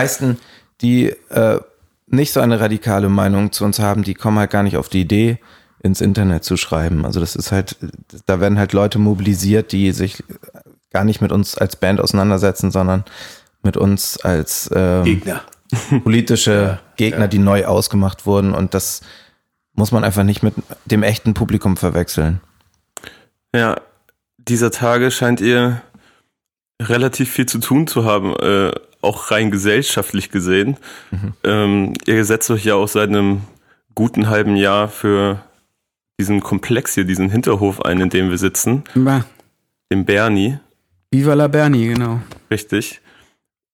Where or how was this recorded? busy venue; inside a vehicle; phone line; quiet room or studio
quiet room or studio